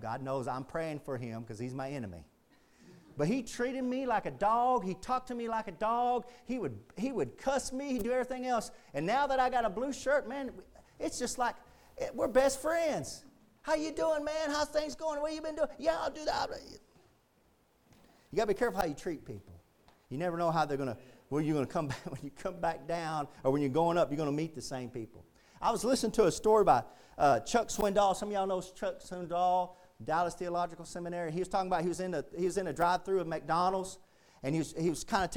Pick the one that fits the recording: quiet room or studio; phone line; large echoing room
large echoing room